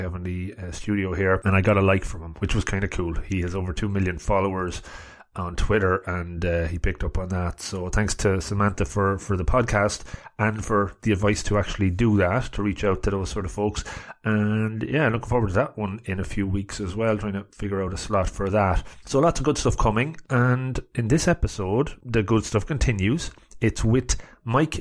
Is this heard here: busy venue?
no